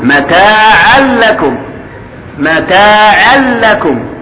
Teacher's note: متاعا لكم ولأنعامكم، هذه أول مرة يمر بنا إدغام بغير غنة، متاعا لكم متاعا لكم، التنوين بعده لام، فهذا إدغام بغير غنة